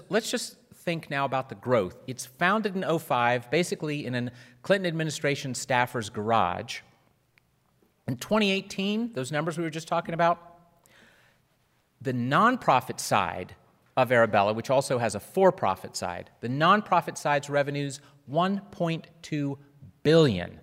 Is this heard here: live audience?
yes